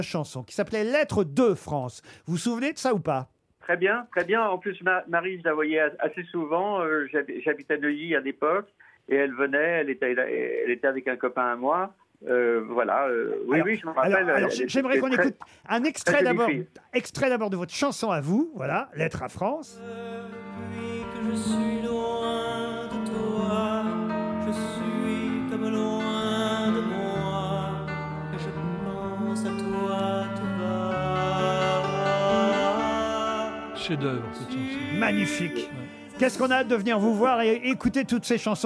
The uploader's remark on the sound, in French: par téléphone